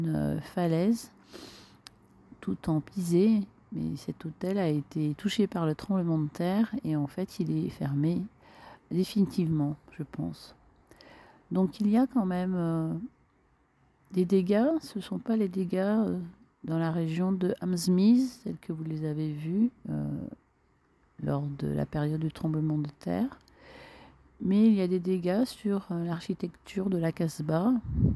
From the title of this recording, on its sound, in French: Compilation des audios enregistrés lors du trek d'octobre 2023 dans le désert de Zagora